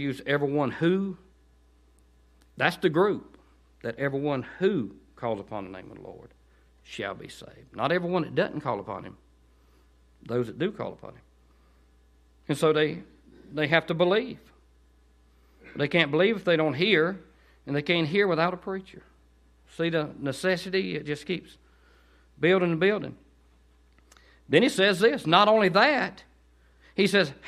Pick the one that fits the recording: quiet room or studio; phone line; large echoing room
large echoing room